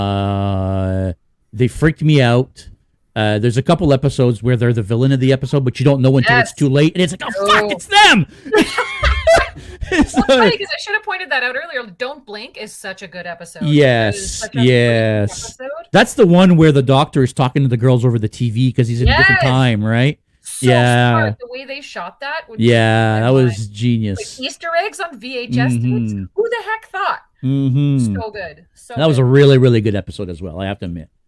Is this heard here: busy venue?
no